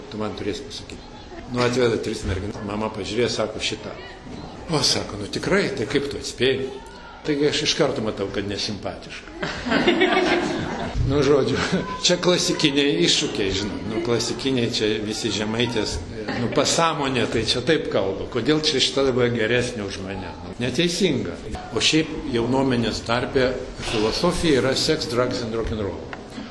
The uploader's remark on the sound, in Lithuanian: Įrašas iš šeimų festivalio.